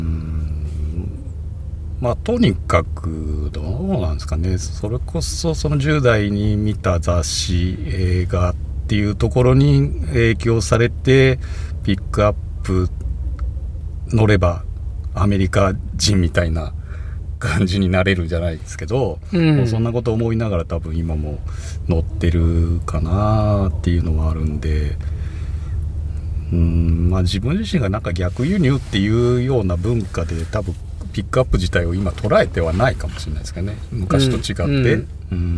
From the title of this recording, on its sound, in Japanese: 屋外収録